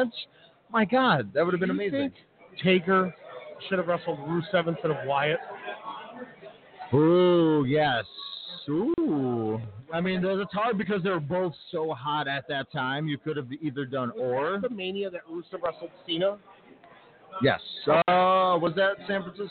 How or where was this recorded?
busy venue